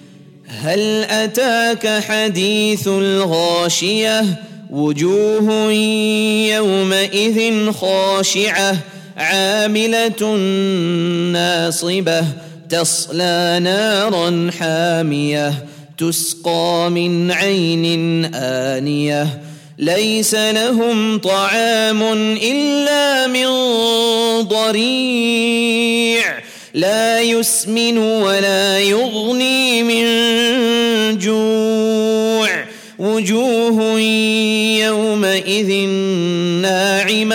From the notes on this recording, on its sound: at the Houghton Masjid (West Street)